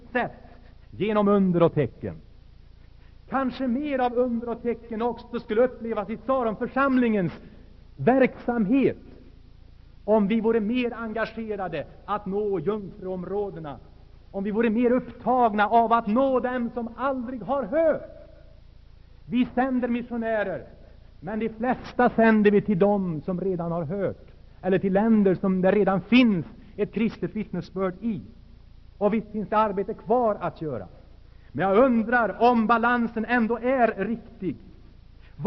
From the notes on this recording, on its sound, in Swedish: Inspelad i Saronkyrkan, Göteborg 1980-10-19.